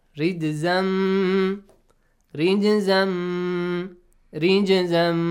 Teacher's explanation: تنوين plus ميم. Merge them together.